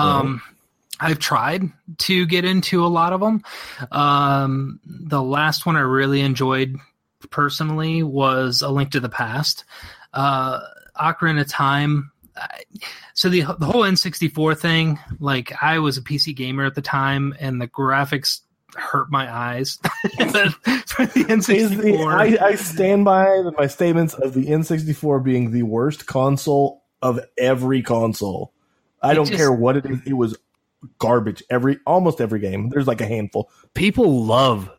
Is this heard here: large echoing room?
no